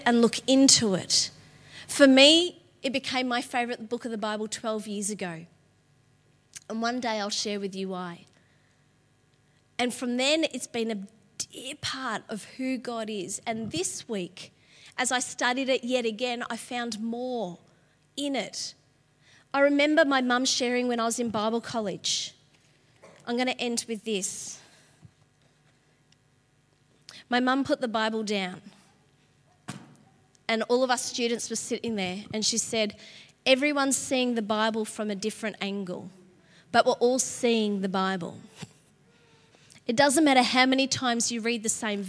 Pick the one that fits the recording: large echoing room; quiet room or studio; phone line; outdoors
large echoing room